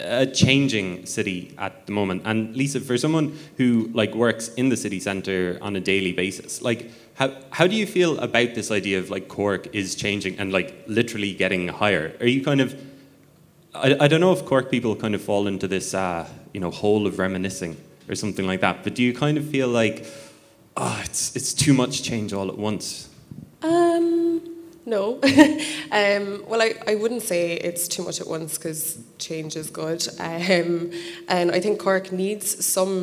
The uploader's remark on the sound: Live at It Takes A Village 2019